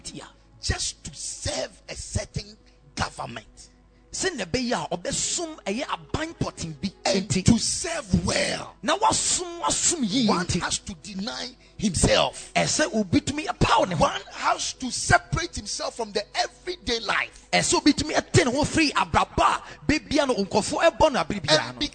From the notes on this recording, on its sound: Preached at Ekklesia Chapel